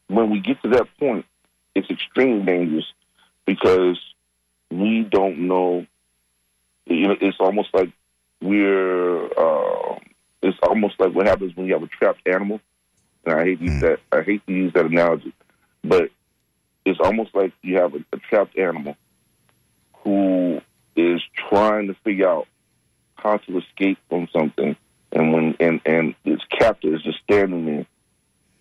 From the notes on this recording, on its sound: Unique magazine format call-in show.